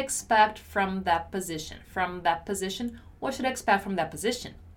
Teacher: even though the word is in the middle of the sentence and I'm talking a little faster, I'm still gonna shut my lips to pronounce the letter M